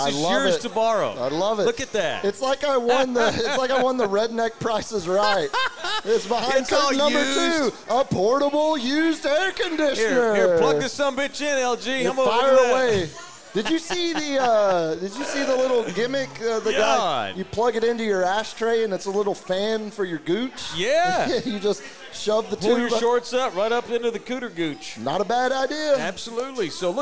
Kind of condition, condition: setting, busy venue